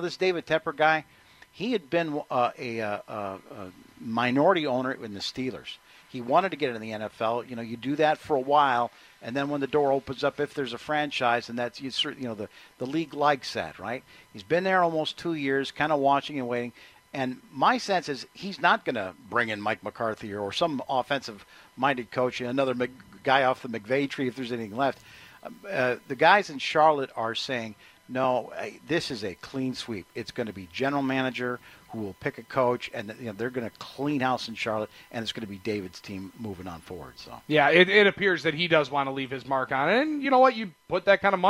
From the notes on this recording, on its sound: We are live at Blain's Farm and Fleet on 6th and Rawson in Oak Creek for our 13th annual WSSP FAN Toy Drive.